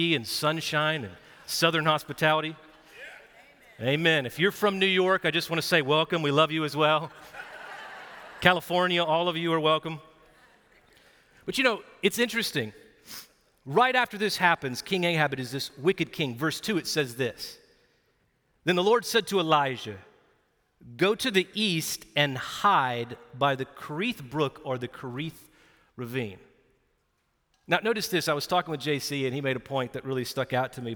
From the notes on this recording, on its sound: Recorded live at Brookwood Church on 4.23.2023